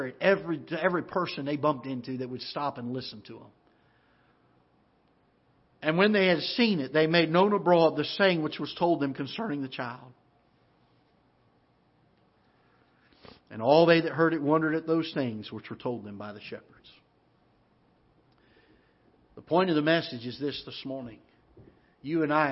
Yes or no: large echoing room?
yes